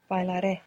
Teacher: The ending takes the accent, and we said that in Spanish we are pushing the accent into the future